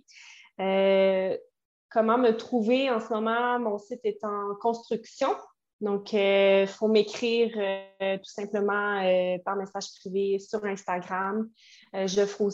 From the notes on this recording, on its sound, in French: Désolée pour la qualité audio, je suis consciente que l’enregistrement sur Zoom n’est pas l’idéal.